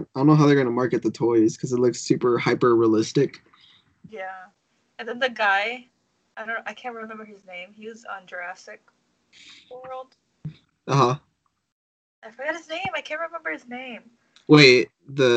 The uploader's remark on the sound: Sorry for the shitty audio!